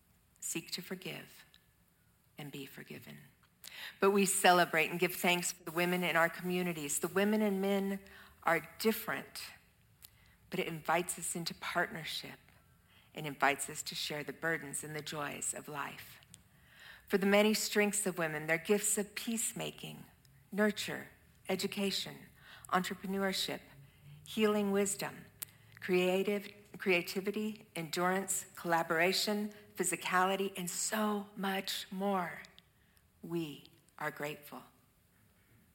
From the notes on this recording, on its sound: Audio of our worship service on Mother's Day, 5/24/23. Streamed live from our campus in Westlake Village, CA.